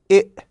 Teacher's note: ونلاحظ أن هذا الحرف يخرج من الحلقوم، من الحلقوم في الحلق، في منطقة الحلق، في موضع الحلق، الحيز الذي يكون في منطقة الحلق، نقول إ وهكذا. · Term: حرف الهمزة